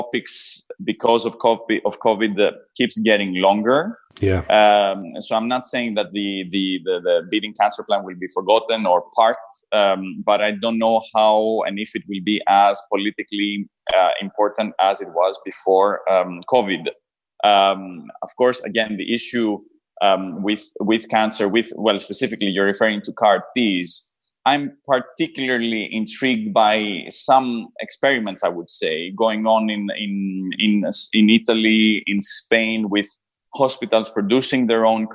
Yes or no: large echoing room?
no